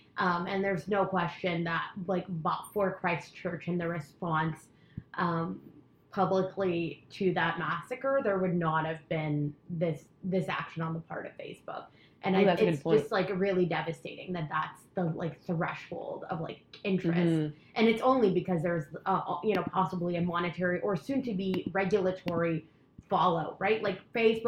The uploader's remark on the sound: There was an issue with the sound this week (we don't know why), so we apologize in advance.